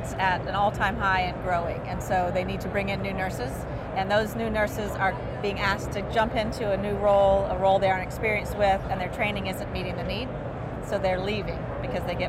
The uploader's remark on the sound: It’s an Interview in Action live from HLTH ‘22.